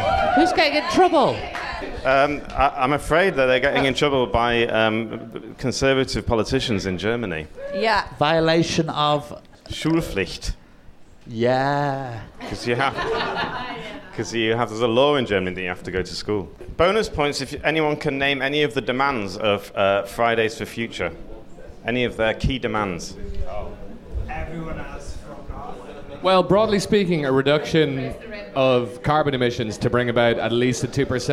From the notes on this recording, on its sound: Live at the Comedy Cafe Berlin. Our first ever live show.